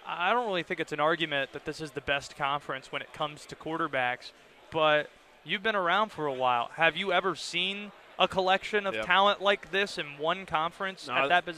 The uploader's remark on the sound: Live from ACC Kickoff in Charlotte